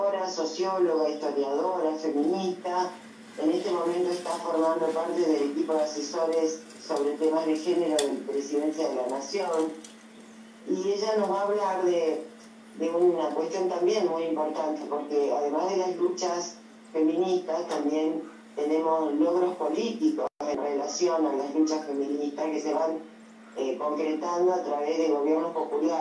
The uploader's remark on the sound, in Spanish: la charla por zoom